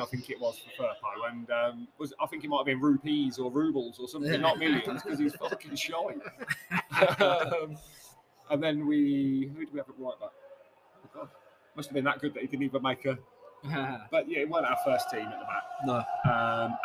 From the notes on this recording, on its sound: Record live from Jimmys Sports Bar. From Boughton.